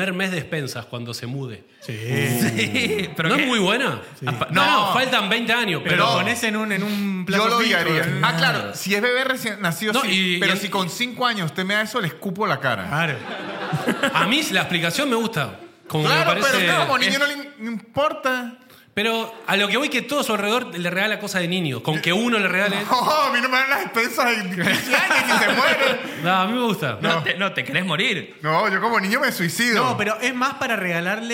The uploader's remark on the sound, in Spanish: Estamos EN VIVO en el TEATRO CHACAREREAN